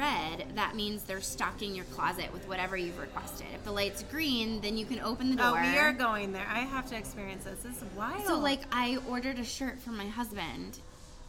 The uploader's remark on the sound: Chat over wine. Sorry in advance for the audio- there's background noise!